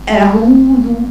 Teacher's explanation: أنا لا أقول مبالغة في الفتحة، لكن أقول أعطي حرف الهمزة المفتوحة حقها، تختلسيش الفتحة. أعوذ، افصل بين الهمزة والعين، أقصى الحلق همزة، أوسط الحلق عين، انتقلي انتقلي للمخرج، ما تاخديش اثنين على بعض وتقولي أعوذ بالله، افصلي المخارج، افصلي المخارج.